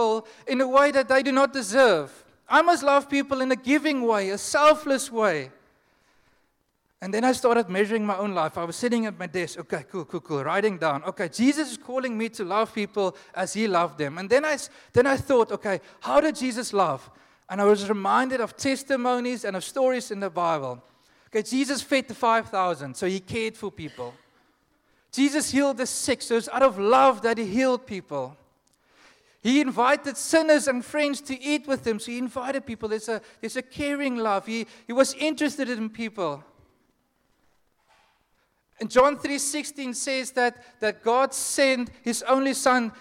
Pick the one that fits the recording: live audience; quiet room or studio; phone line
live audience